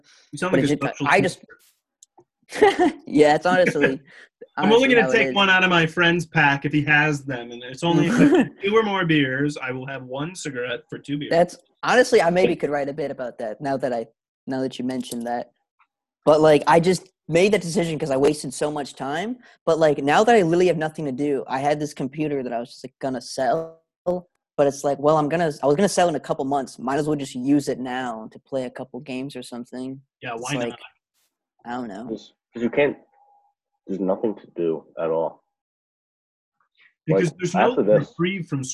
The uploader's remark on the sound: You Took It Too Far tries Zoom!